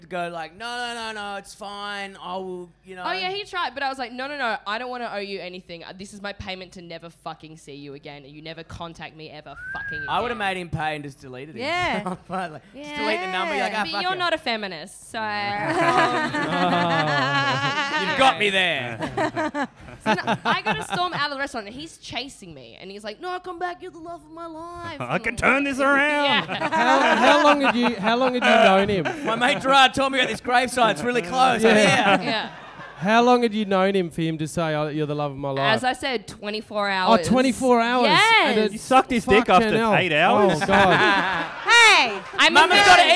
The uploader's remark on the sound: SYDNEY LIVE